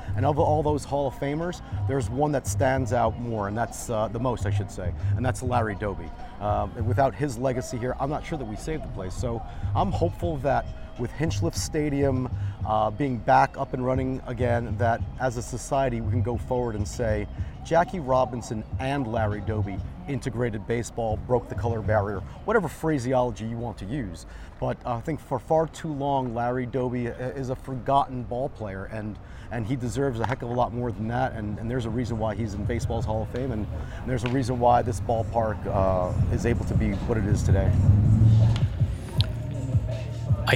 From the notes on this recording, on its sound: Hinchliffe Stadium at Paterson Great Falls. Captures the sounds of opening day. Paterson, New Jersey.